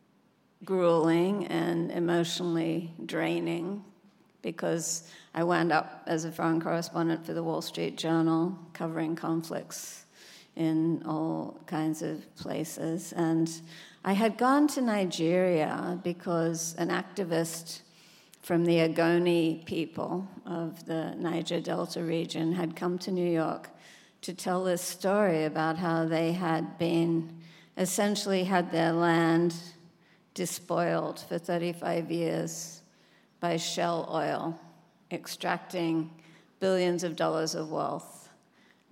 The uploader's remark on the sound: On stage at The Music Hall in Portsmouth. This conversation was recorded live.